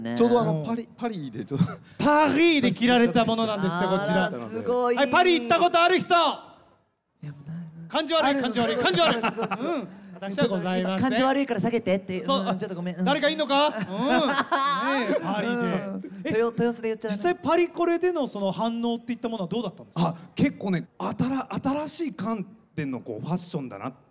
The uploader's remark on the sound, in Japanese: 公開収録の模様をお届け！ららぽーと豊洲で行った公開収録の模様をお届けします。楽曲は流れません。